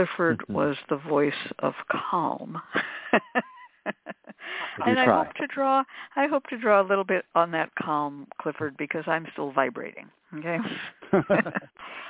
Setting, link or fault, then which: link, phone line